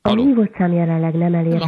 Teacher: De kicsit ilyen nazális, ilyen orrhangon mondja.